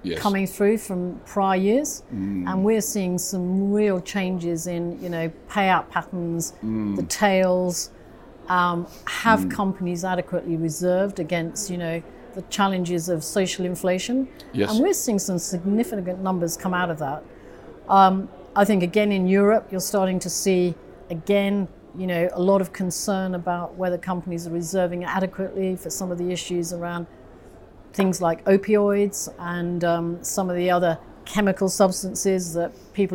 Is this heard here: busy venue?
yes